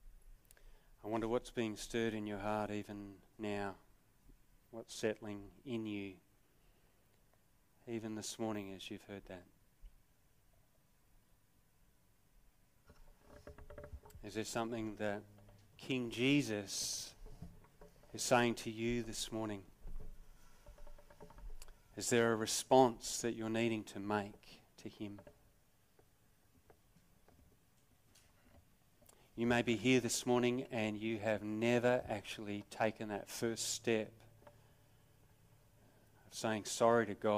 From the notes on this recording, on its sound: Sermon recorded live from Morley Baptist Church.